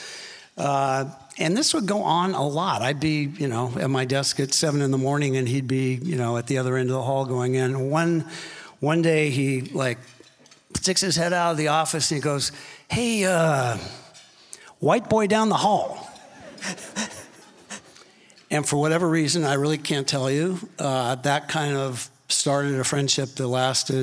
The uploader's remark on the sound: Recorded live at the Sixth Street offsite in Austin, Texas.